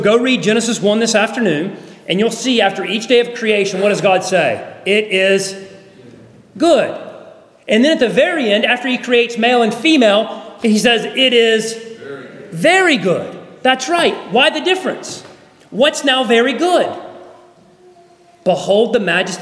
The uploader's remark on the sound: at Arlington Baptist Church in Arlington, Virginia